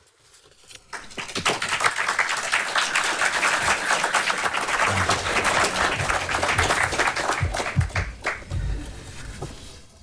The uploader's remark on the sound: The Henry Hazlitt Memorial Lecture. Recorded at the 2023 Austrian Economics Research Conference hosted at the Mises Institute in Auburn, Alabama, March 16–18, 2023.